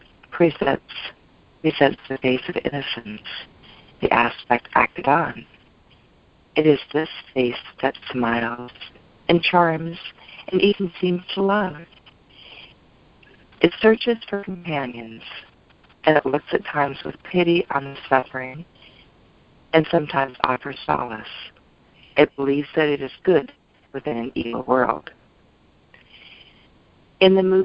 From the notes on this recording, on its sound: ACIM Daily TEXT Conference Call